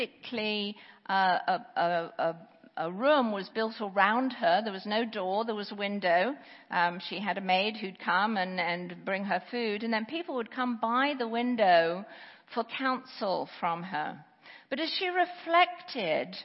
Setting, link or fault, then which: setting, large echoing room